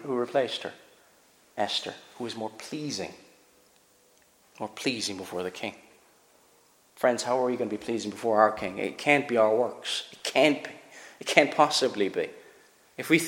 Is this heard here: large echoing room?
yes